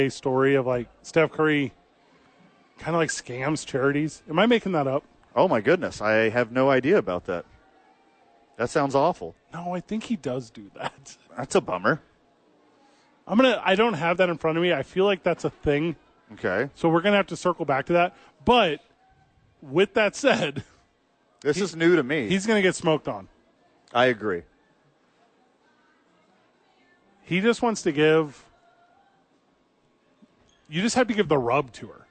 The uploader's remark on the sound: Live from American Home Furniture donating blood, eating ice cream.